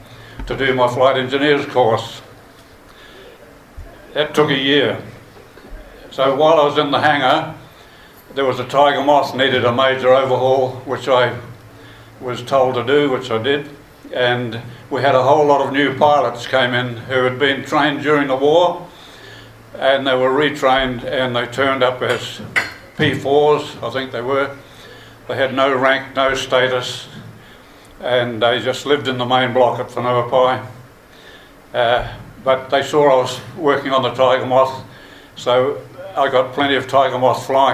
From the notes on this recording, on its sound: Recorded live during the Te Atatu RSA WONZ Forum Meet.